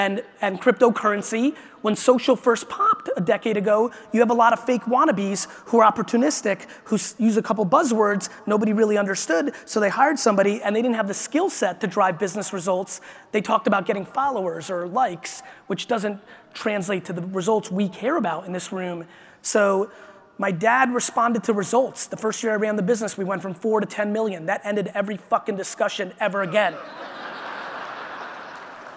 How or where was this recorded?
live audience